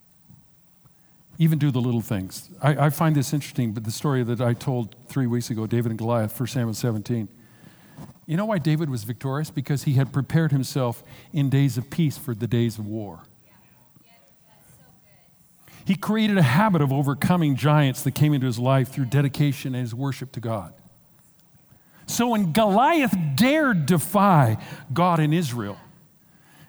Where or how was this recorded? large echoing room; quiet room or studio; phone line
large echoing room